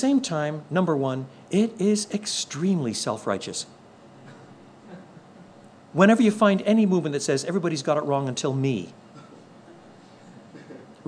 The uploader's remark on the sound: contains the questions prospective church planters and their supporters posed